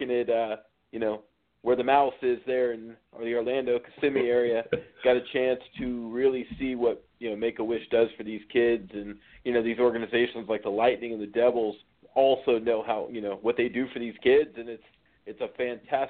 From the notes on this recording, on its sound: A SPECIAL CALL IN GUEST!